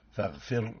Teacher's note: لماذا قال كذاك بعد الكسر حيث سكنت إن لم تكن من قبل حرف استعلاء أو كانت الكسرة ليست أصلا. إذن هنا فاغفر الراء حكمها الترقيق لأنها ساكنة سكونا أصليا وسبقت بكسر أصلي متصل بها